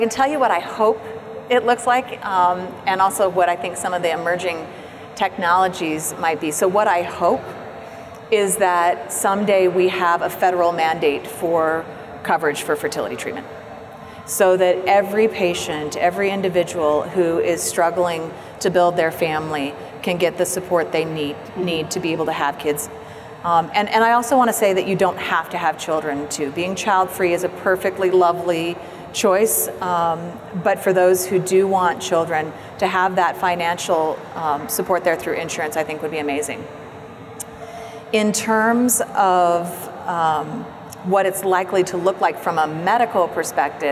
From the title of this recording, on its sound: Live from APA 2019